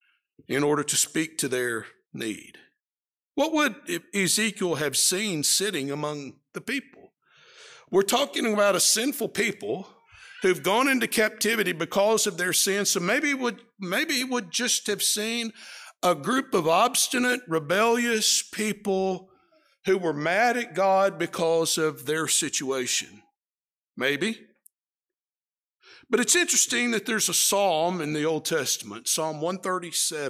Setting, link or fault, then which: setting, large echoing room